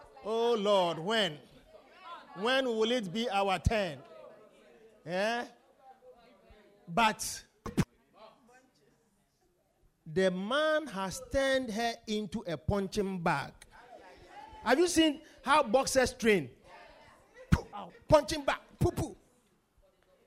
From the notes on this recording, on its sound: Preached at The Victory Secrets Service.